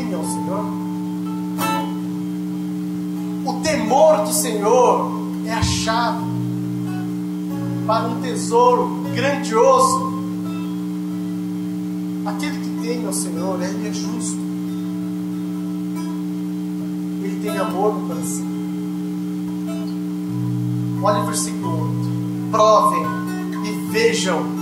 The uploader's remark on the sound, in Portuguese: Ministração na Igreja Brasa Viva Eldorado II